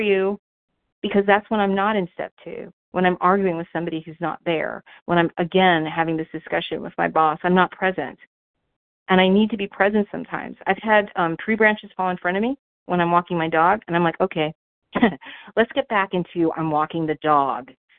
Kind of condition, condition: link, phone line